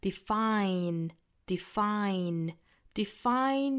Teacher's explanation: 他们两个都是这个双元音 I 的发音，所以我们要注意上下开口都要大